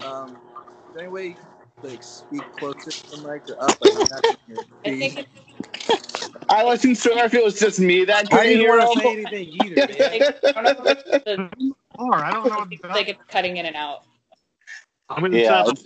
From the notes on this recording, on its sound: Skype it up.